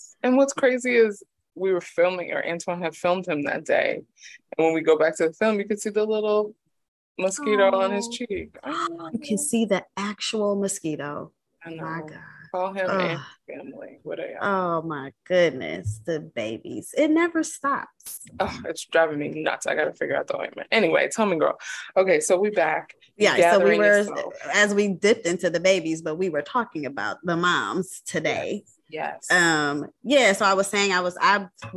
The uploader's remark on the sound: we test out Zoom podcasting for the first time